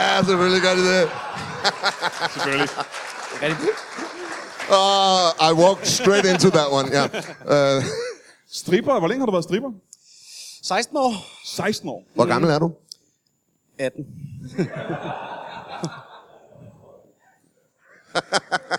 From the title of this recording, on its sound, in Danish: LIVE fra Comedy Zoo København